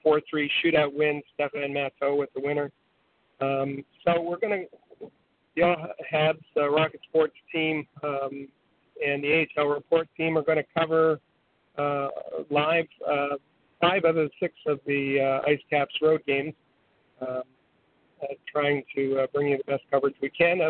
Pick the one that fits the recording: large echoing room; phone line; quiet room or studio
phone line